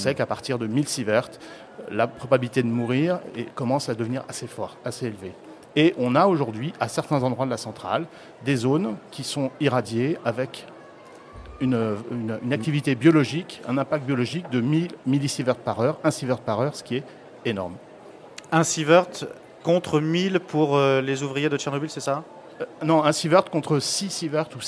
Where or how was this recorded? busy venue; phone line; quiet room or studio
busy venue